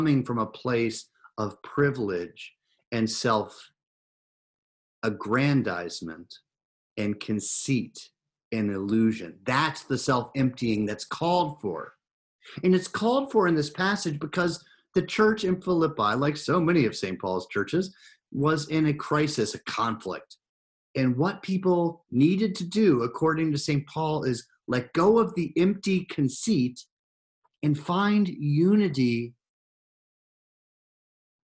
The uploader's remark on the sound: Recorded live in Zoom.us